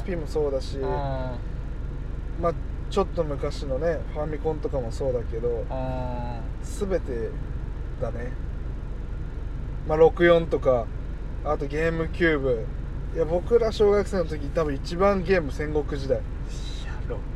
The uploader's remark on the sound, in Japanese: ドライブで、無駄なはなし。